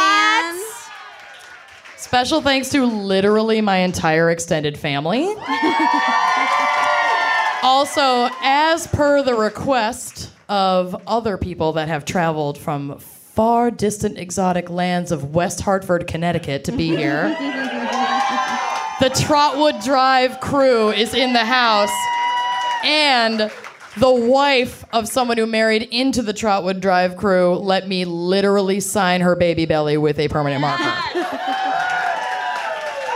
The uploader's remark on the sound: Boston LIVE. At a live show in Boston.